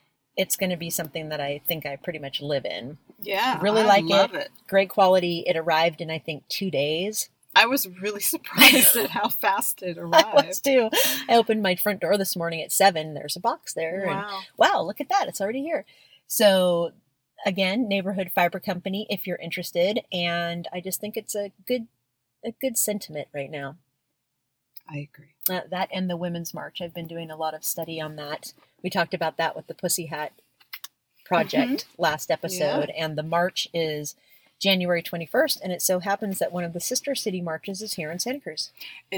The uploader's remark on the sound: recording at the Santa Cruz harbor where we watch the twinkling holiday lights